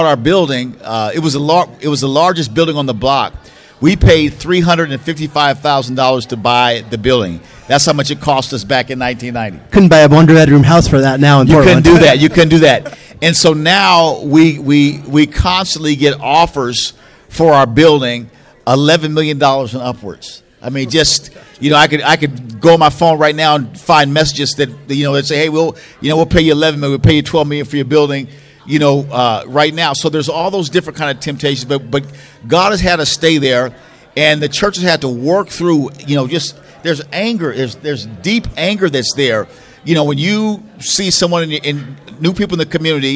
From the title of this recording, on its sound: Live at CCDA